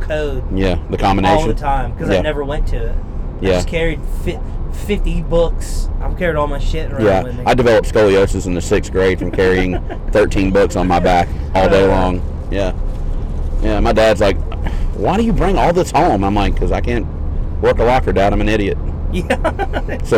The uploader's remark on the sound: LIVE ON THE ROAD! We had a blast doing this episode from the car on the way to the Bristol night race!